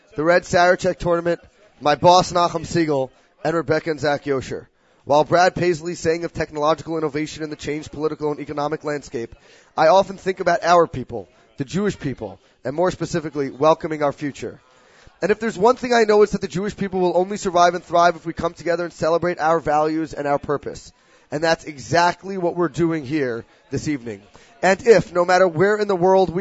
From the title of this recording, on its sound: Live from YU and the Sarachek Basketball Tournament